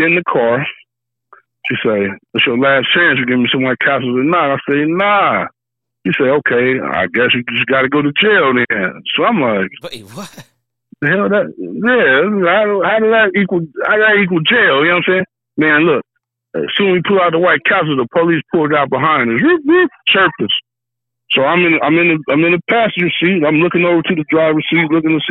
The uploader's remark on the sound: Takes Live Calls From Callers Who Have Wild Stories To Tell. On This Episode Two Callers Call in to Tell Wild Stories.